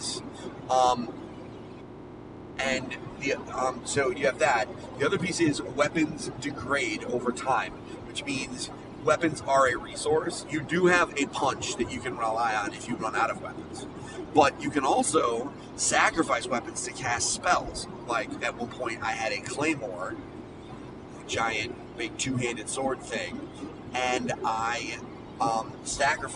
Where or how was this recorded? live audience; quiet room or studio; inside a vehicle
inside a vehicle